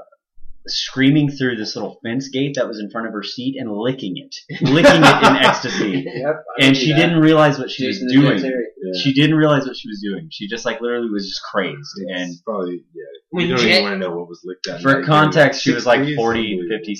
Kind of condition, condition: fault, poor sound quality